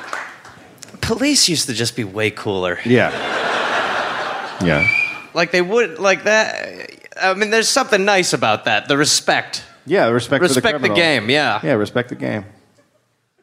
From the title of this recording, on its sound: Live in Canberra